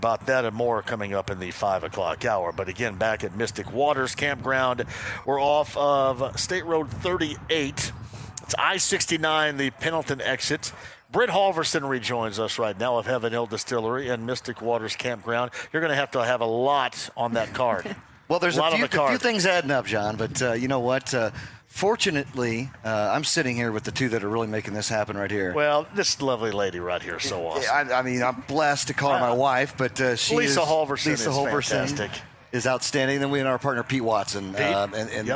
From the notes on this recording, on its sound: Full Show: Live From Mystic Waters Campground!